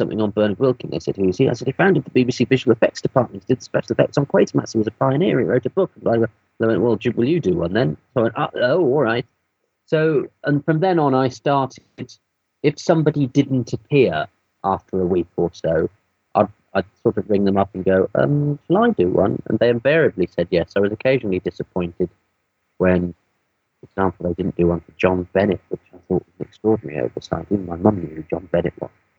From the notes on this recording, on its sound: There were some unexpected audio glitches this time; I hope you'll bear with them.